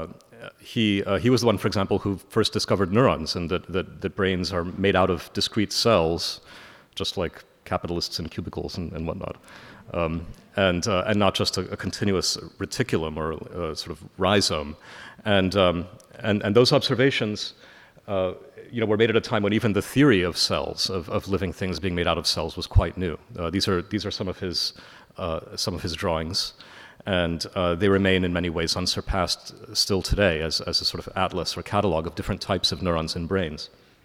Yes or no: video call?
no